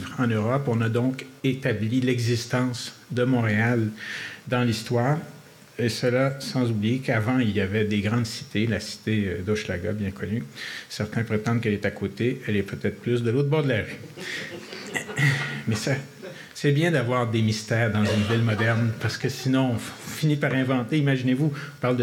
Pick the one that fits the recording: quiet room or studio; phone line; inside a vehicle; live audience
live audience